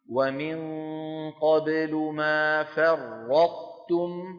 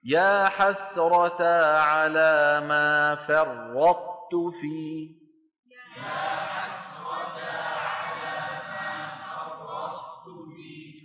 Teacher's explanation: أن يطبق القارئ لسانه على طاء ساكنة غير مقلقلة ويباعده عن موضعها بتاء · Term: الإدغام الناقص